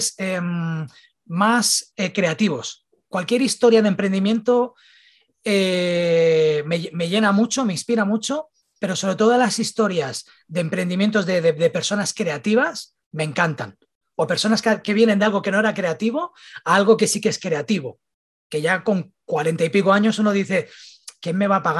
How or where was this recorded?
video call